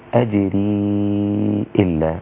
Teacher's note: سكن الياء أو أسكن الياء في هذا الموضع فتصير أجري إلا وتأخذ حكم المد المنفصل لأنها ستكون ياء مدية وبعدها همز